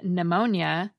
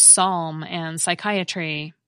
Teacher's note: Greek borrowings that begin with these clusters get simplified by losing that first consonant.